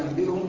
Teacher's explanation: جعل حرف مكان آخر مع مراعاة الغنة والإخفاء في الحرف المقلوب. أي قلب النون الساكنة والتنوين ميم مخفاء مع الغنة · Term: الإقلاب